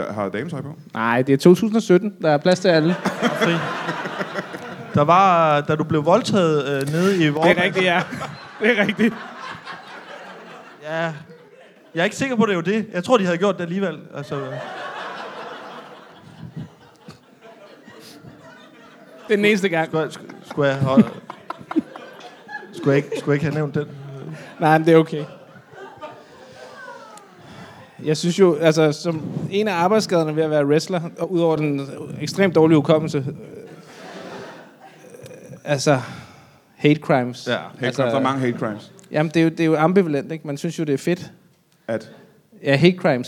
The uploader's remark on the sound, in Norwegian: LIVE fra Comedy Zoo